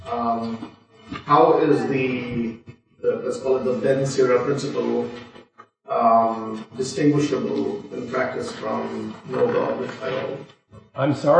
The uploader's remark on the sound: This lecture was given on March 30th, 2023, at Harvard University.